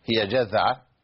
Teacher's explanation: وعندنا أهل الريف يقولون جدعة، جدعة بالدال، هي جذعة بالذال التي نخرج فيها اللسان